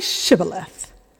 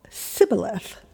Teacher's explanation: the Ephraimites had an accent, and they just couldn't get that sh sound out · Shown in: first take